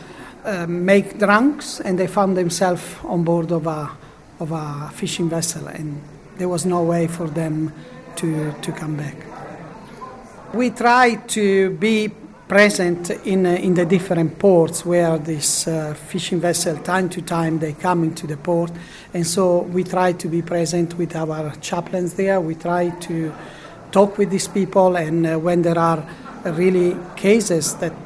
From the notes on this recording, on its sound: Spoke to delegates at the 2018 Santa Marta Group conference in Rome. Pontifical Academy of Social Sciences, Casina Pia, Vatican.